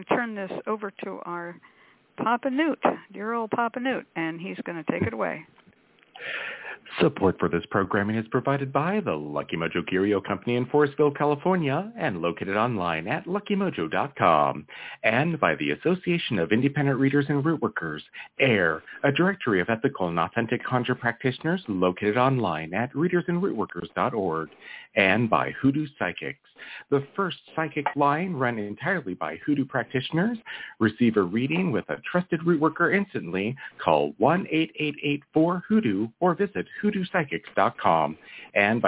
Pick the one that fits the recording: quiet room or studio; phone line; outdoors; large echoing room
phone line